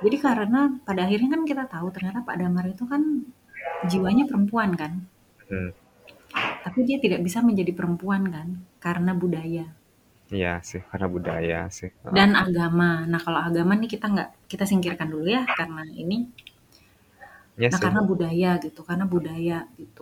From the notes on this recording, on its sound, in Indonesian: Maaf untuk backsound yang agak ribut karena rekaman di ruang terbuka.